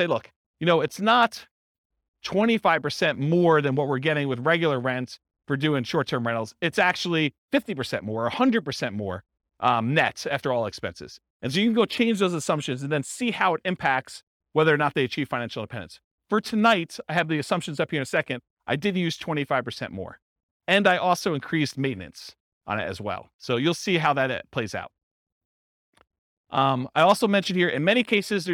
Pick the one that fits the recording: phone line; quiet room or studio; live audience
live audience